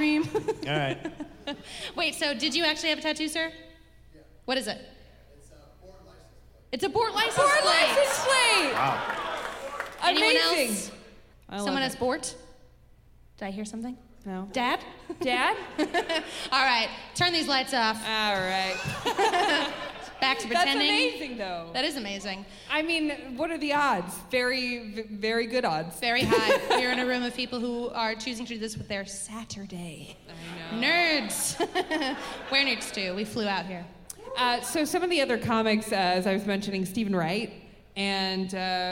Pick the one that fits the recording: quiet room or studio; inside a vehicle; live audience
live audience